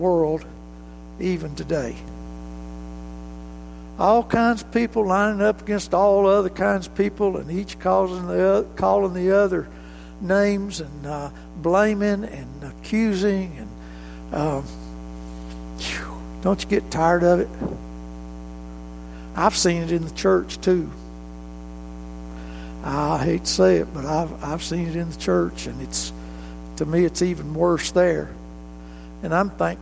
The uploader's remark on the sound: This recording of highlights from the January 20, 2019 worship service